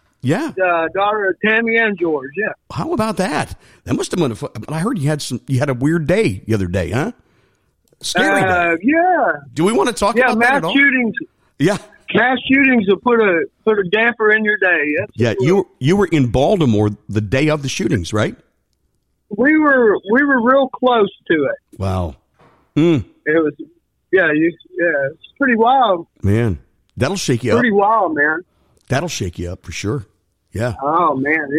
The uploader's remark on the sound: He joins us by phone from his home in Huntsville, Alabama.